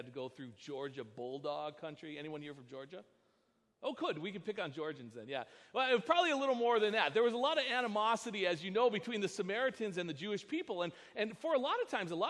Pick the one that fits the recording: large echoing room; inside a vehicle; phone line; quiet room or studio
large echoing room